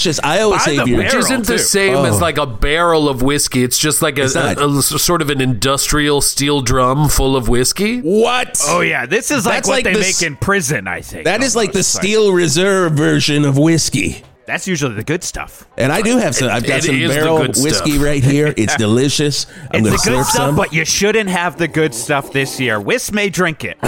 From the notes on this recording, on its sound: It’s the CHANNEL 8 NEW YEAR’S EVE CELEBRATION PARTY! Live from the Channel 8 Stage in Verde Square!